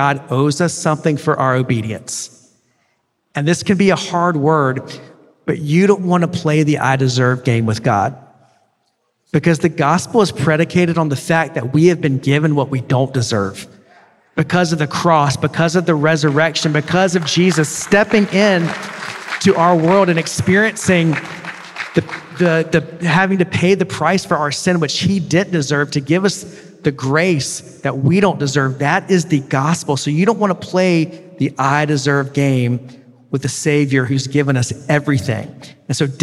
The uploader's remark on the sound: preached at The River Worship in Toronto